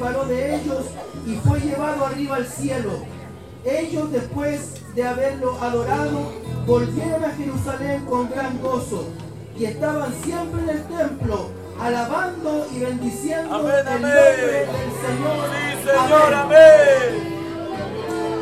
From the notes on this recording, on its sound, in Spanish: En vivo (sonido Ambiente). Temas entonados en la celebracion de sus 33 años de Aniversario de la Amada iglesia de San Ramon.